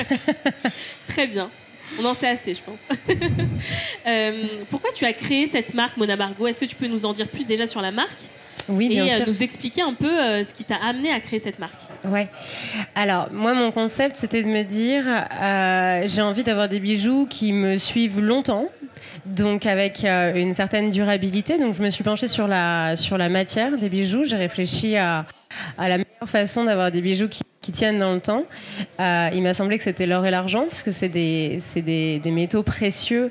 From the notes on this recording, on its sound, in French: Enregistré en live à la Recyclerie à Paris en partenariat avec Weslow, accélérateur de marques engagées mode et lifestyle.